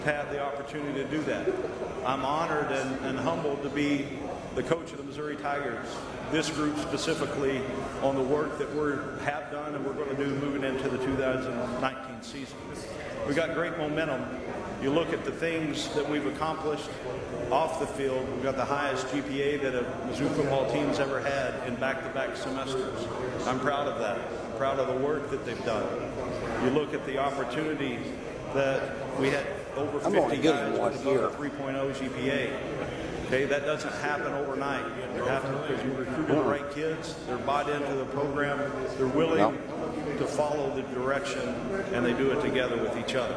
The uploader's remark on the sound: Main Room Press Conference